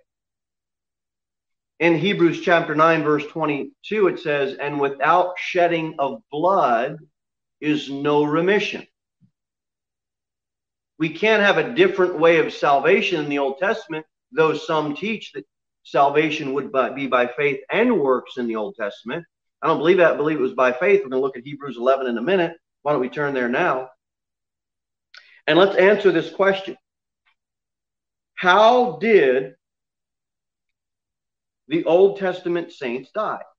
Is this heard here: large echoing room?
yes